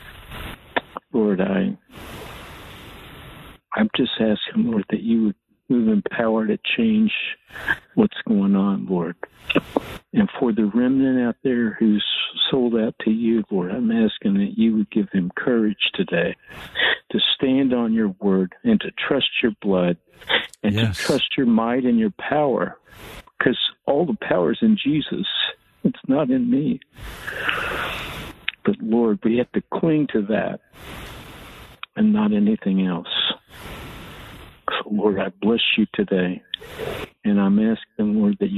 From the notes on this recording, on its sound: called in today for our weekly prayer meeting